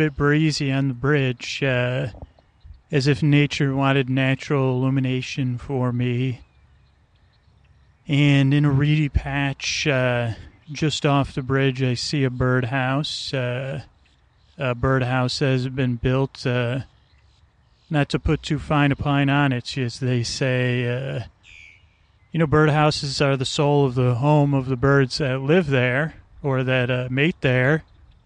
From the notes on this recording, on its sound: This one is on location at Stow Lake in Golden Gate Park.